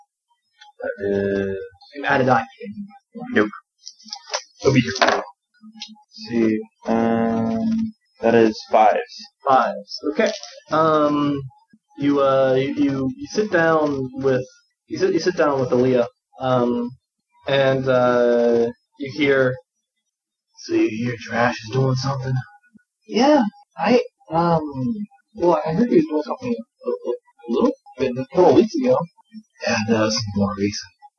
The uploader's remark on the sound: Sorry about the audio.